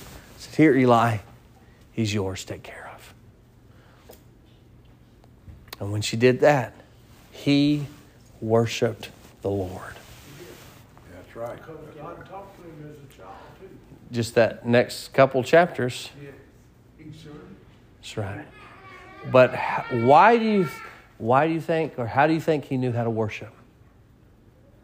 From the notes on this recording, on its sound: Sermon preached at Mid County Baptist Church